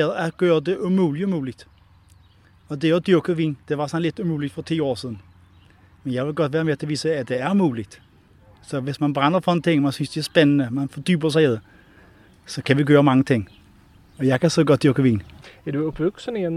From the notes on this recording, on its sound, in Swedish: Här finns en ljudberättelse från ett Bornholm från cykeln.